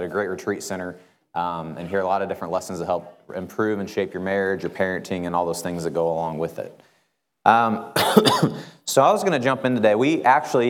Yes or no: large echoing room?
yes